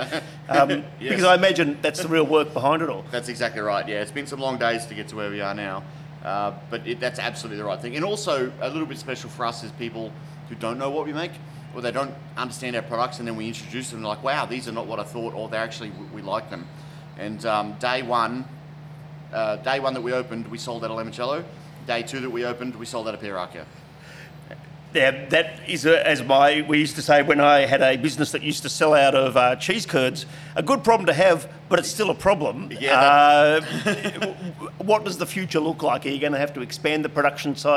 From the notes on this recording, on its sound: out on the road visiting old friends at Carwyn Cellars and new ones at Nubilum Distilling in Kensington.